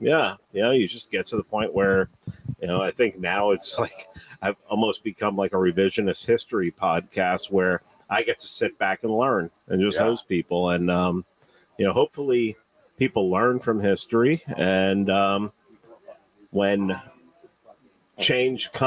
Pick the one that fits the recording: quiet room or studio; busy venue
busy venue